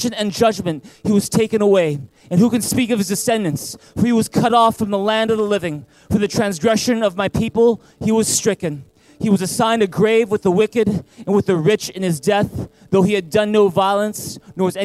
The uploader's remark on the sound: Recorded on February 9, 2020 at THRIVE Church Vancouver, Canada